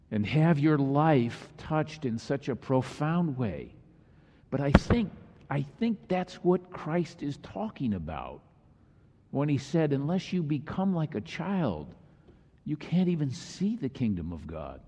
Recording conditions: large echoing room